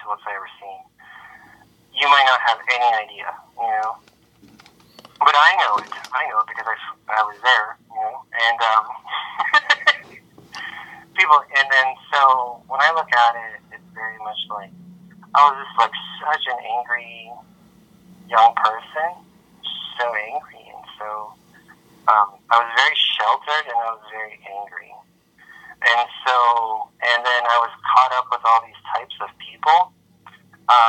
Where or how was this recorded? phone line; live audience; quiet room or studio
phone line